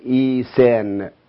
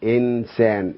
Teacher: هذا الإبدال إبدال النون ياء نراه في اللهجات العربية القديمة عندنا · Shown in: first take · يقولون إيسان بدلا من إنسان، إيسان بدلا من إنسان.